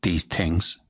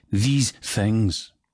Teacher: So, a fuller buzz on the THs. · Shown in: second take